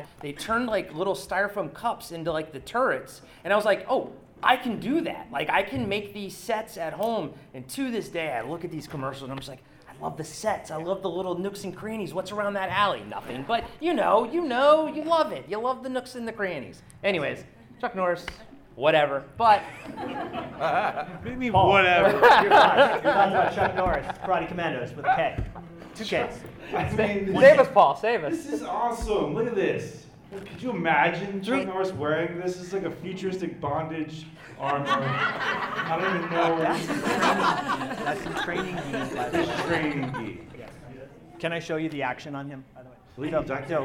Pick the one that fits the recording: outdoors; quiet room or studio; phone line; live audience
live audience